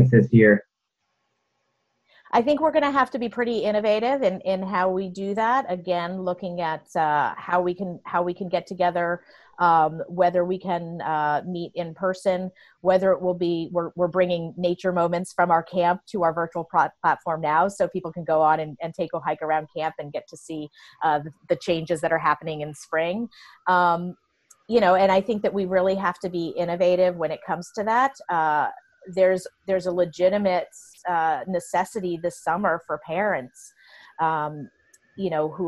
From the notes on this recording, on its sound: Talked with her via Zoom.